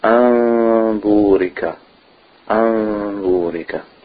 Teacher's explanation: Two beats of nasal sound, nasalization.